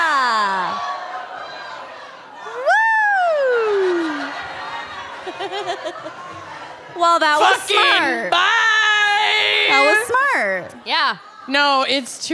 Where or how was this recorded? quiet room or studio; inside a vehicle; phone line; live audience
live audience